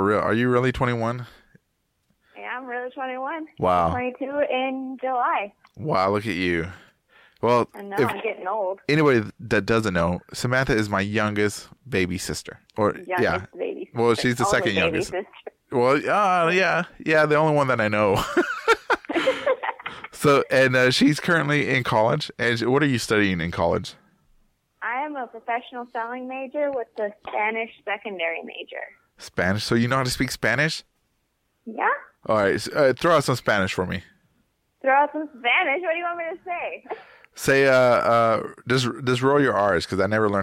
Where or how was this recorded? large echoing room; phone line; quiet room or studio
phone line